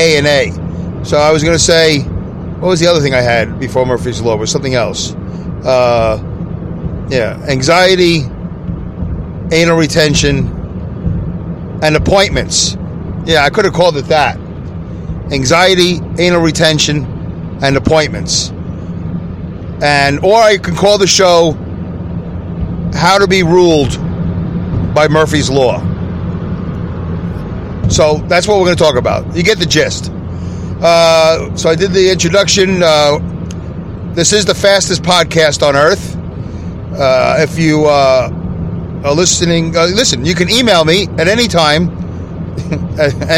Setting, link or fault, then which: setting, inside a vehicle